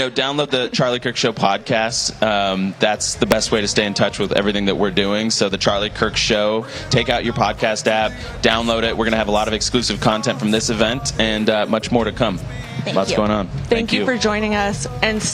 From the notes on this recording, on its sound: Live From Young Women's Leadership Conference Day 2